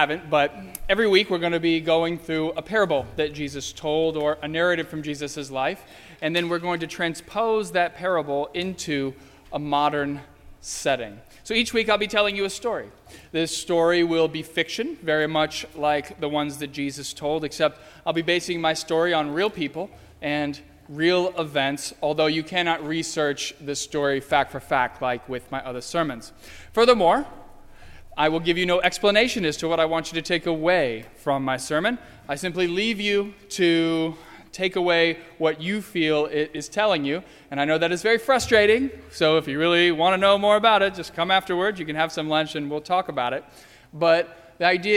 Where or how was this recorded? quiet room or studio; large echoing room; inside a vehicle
large echoing room